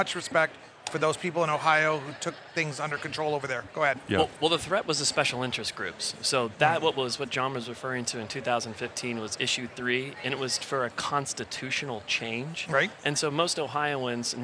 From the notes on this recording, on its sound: Recorded at MJBizCon 2023